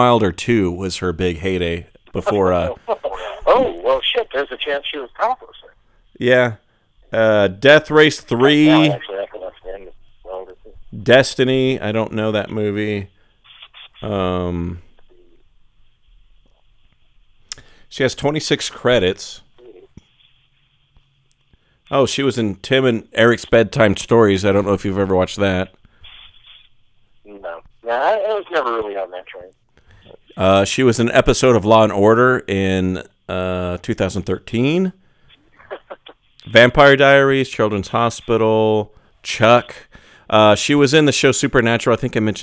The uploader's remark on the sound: via phone